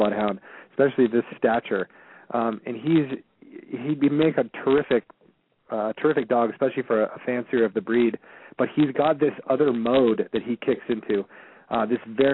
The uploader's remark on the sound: open up the lines for listeners to call